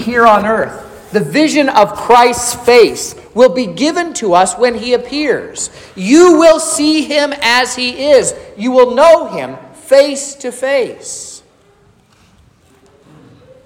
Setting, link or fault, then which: setting, large echoing room